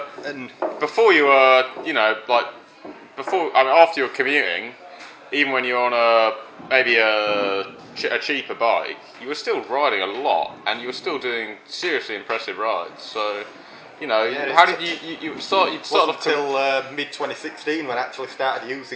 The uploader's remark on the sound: Apologies for any background cafe noise.